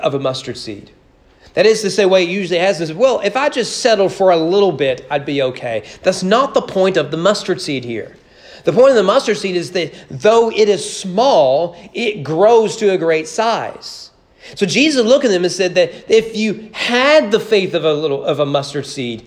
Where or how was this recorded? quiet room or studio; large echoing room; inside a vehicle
large echoing room